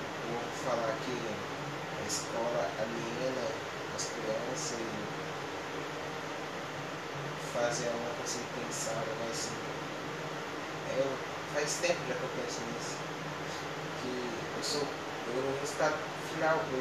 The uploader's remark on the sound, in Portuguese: Desculpa o áudio baixo.